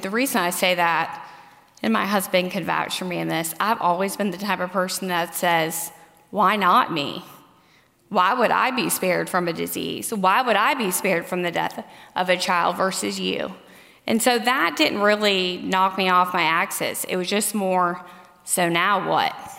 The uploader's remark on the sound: the closing message at the Biblical Mothering conference